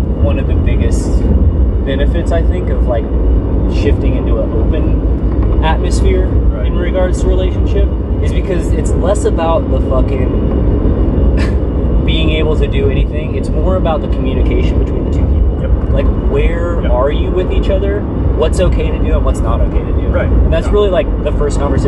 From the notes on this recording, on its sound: This episode is unedited, unrehearsed, and unfiltered. Apologies for the road noise.